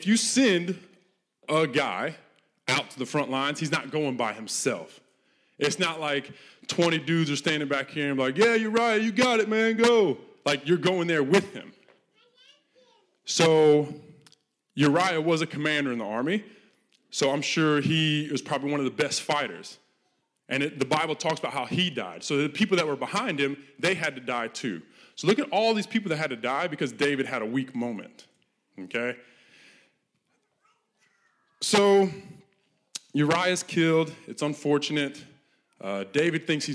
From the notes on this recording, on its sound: This message was recorded live at our Malmö Gathering on Sunday, July 16th, 2023. C3 Church Malmö & Lund.